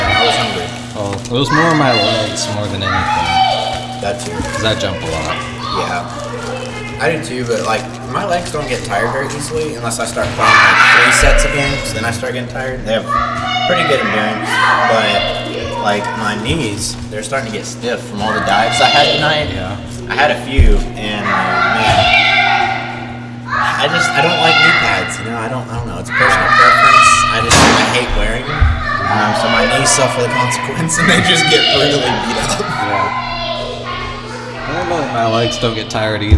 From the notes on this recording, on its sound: The kids are children of players and they play while their parents are on the court so there isn't much we can do. Enjoy getting that real-life, kids screaming in the background feel of being at a live volleyball game.